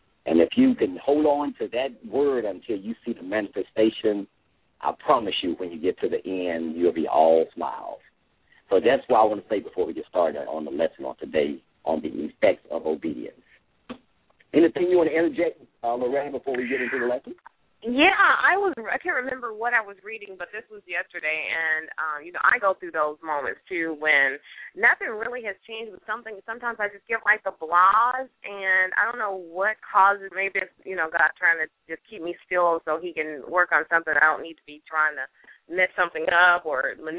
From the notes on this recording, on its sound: LML uses a progressive live call in format.